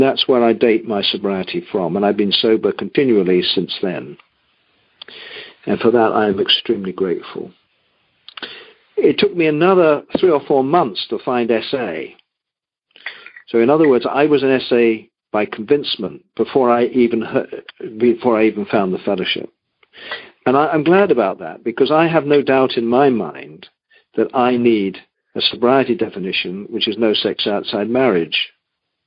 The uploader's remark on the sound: Monday Noon Phone Speakers Series